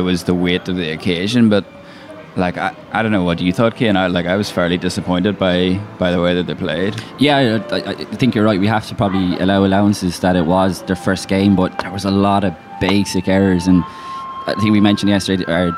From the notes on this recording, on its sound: After a night of team bonding with some karaoke, the lads assembled in their hotel lobby to discuss all of the above while being soundtracked by a life flute recital in Hamamatsu, the music capital of Japan.